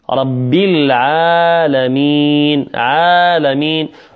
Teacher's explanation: كذلك من الخطأ في وصل ربي بالعالمين، يقول من الأخطاء يقول رب العالمين رب العالمين، لا، لابد من كسر الباء وتحقيق اللام، ولابد أن تكون مرققة